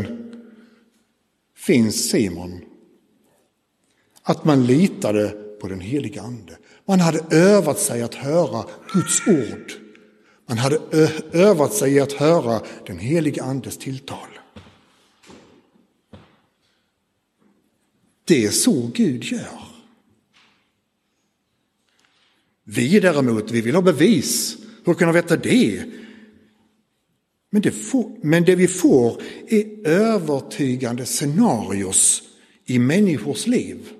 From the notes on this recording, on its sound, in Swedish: Inspelad i Roseniuskyrkan den 4 februari 2024.